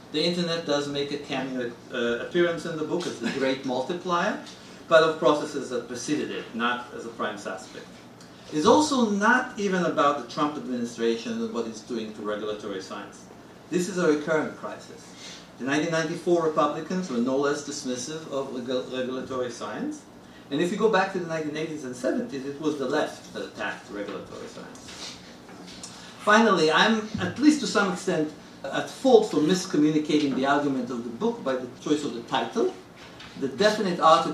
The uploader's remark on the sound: A podcast featuring audio from events at Columbia University, and interviews with the speakers and authors.